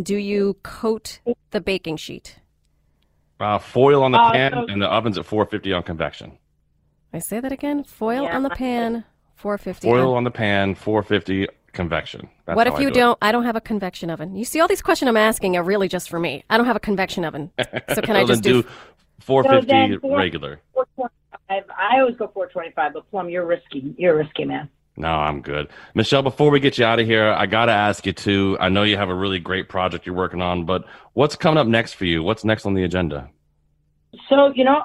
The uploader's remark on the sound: We’re live and taking your calls.